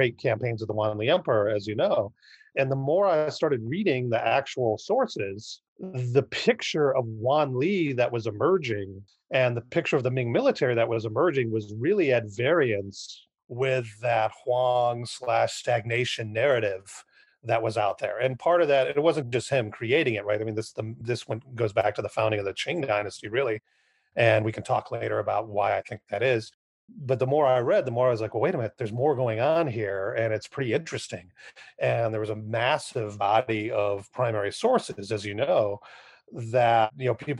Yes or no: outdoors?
no